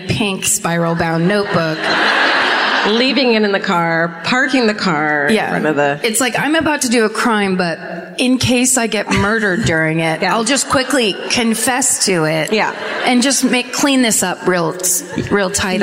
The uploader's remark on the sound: Live at the Civic Center in Des Moines.